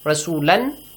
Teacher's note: The tanwin fatha changes to alif mad.